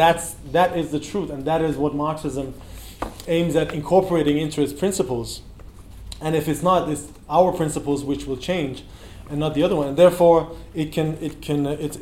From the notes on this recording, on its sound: In this talk from the 2018 Revolution Festival